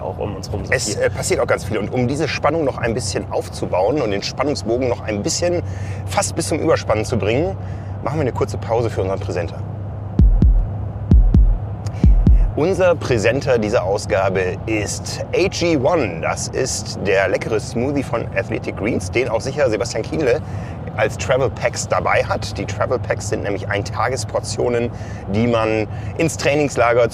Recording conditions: inside a vehicle